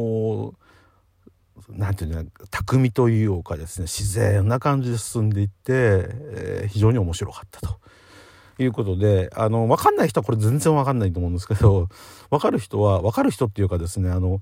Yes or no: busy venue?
no